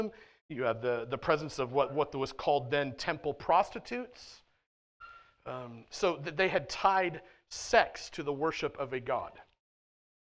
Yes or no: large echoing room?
yes